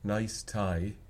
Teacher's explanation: probably somewhere in the center but open, nice tie is more Irish